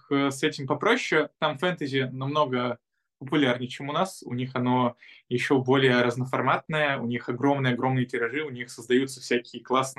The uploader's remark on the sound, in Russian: Zoom_подкаст